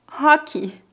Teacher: a letra R em início de palavra soa como a letra H do inglês